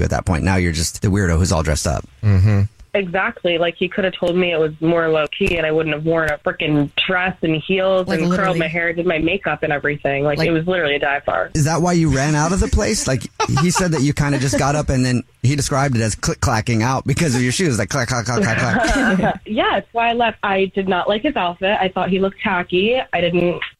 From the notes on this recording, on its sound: We get that other person on the phone to see why they're "ghosting". There is a guy on the phone.